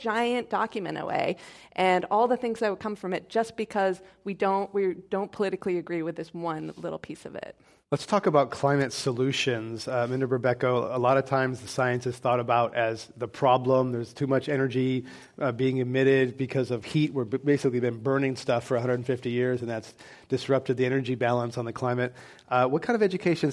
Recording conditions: live audience